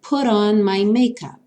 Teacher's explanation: Put on, o T aqui virou R, R. Put on my makeup.